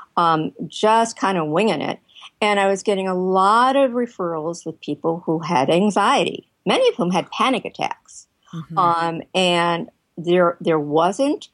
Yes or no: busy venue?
no